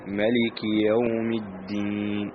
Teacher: كاف مكسور كسر خالص وبعد ياء مفتوحة فتح خالص